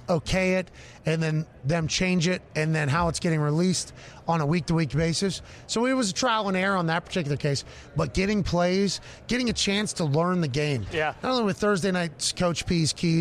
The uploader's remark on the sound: LIVE from radio row in BEAUTIFUL Phoenix, Arizona kicking off Super Bowl week in tremendous fashion. Swung by the stage.